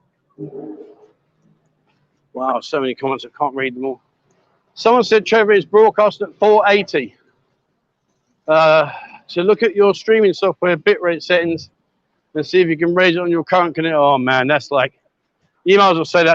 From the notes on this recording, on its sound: "LIVE WALKABOUT" Join me on random walkabouts around Pattaya, Jomtien and much more. Welcome to a Pattaya City themed livestream here on Buzzin Pattaya.